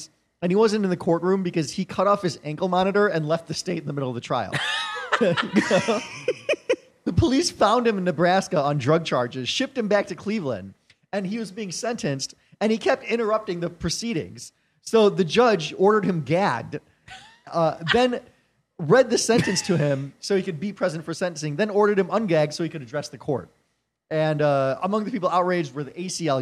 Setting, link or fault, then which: setting, live audience